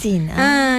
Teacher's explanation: Sin dia ada sofir. Sofir tu dia bunyi seperti desiran binatang.